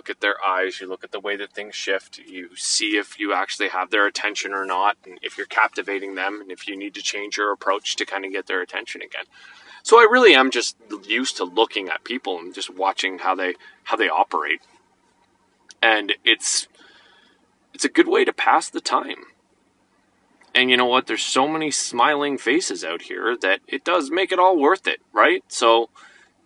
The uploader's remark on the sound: Sitting in my car on Tuesday evening while our son and his friend play on the park.